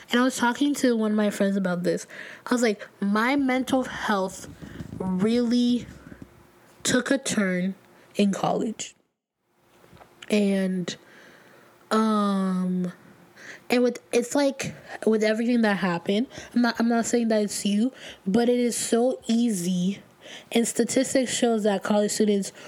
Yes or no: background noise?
yes